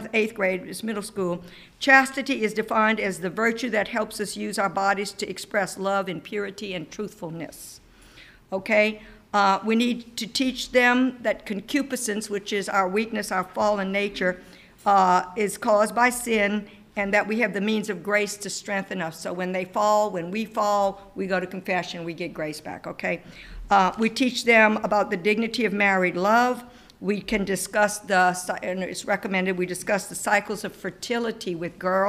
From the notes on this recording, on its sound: This presentation that was recorded live for parents of CCD students at St. Edmond's Church in Lafayette, LA.